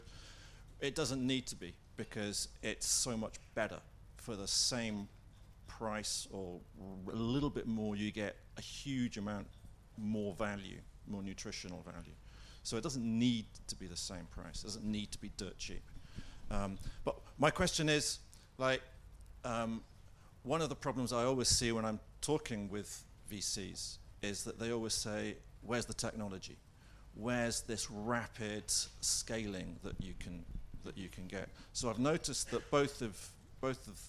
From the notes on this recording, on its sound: Recorded live at Groundswell Agriculture 2023.